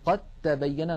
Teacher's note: ننطق تاء مشددة فالدال قد أدغمت في التاء